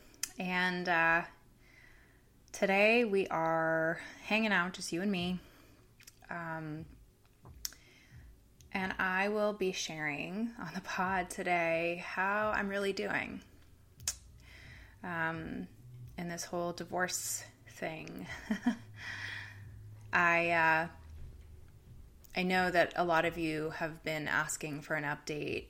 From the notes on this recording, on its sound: my neighbors downstairs were having what sounded like a rave during the only time I had to record this so, enjoy the weird ambient music LOL